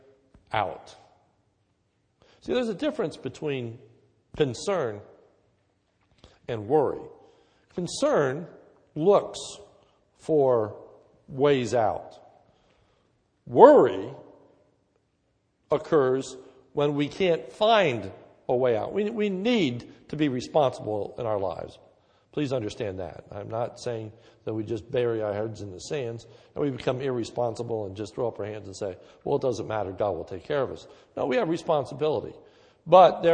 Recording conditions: large echoing room